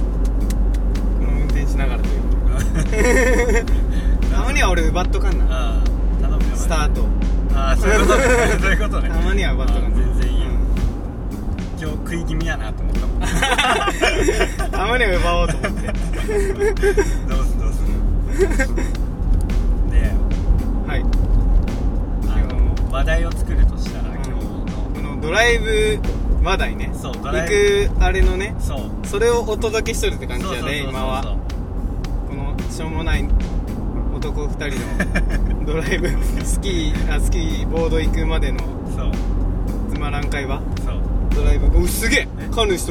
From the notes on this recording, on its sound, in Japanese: ドライブ収録！！目的地までの車の中での収録。